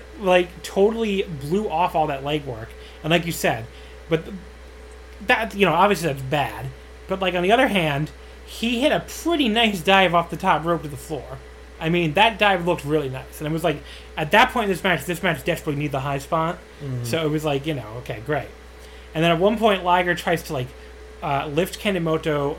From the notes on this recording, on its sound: They start by apologizing for the fan in the background, which is quite loud, but it felt like 100 degrees in New York City when they recorded this and they didn't wanna die of heatstroke.